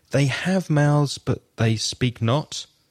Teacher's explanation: you really emphasize the word not, and it sounds more dramatic and more poetic. And I suppose more beautiful in a way.